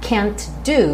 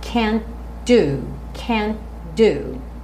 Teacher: Eu tenho uma palavra que termina com T, t, e outra que começa com D, do. Eu não quico a língua no céu da boca · Shown in: second take